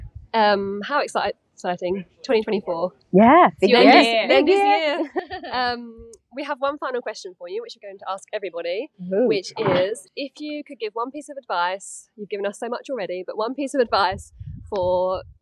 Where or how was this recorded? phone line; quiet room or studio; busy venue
busy venue